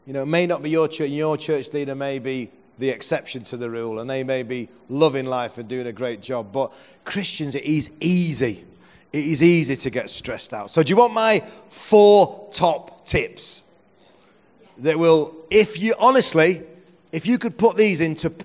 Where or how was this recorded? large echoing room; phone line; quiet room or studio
large echoing room